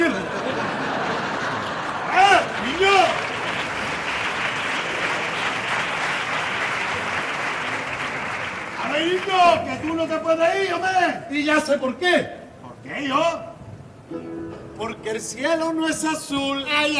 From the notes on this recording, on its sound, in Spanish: En la final del COAC 2024. En directo desde el Gran Teatro Falla de Cádiz, escucha la retransmisión del Concurso Oficial de Agrupaciones Carnavalescas del Carnaval de Cádiz 2024 en Onda Cero Cádiz.